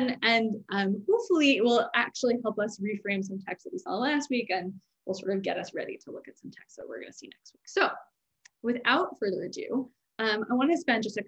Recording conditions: video call